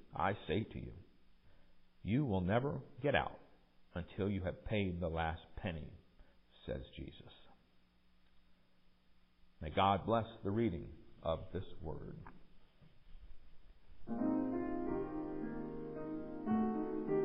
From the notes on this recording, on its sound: Recorded during worship at MPPC on Sunday, February 12, 2023